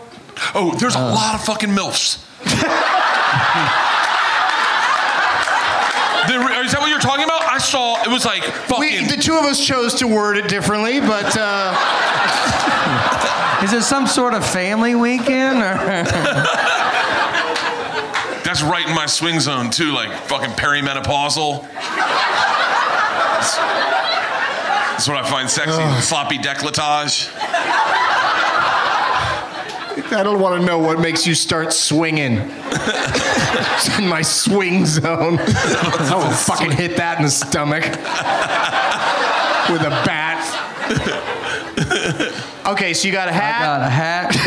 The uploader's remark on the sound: Live from Zanies Comedy Club in Nashville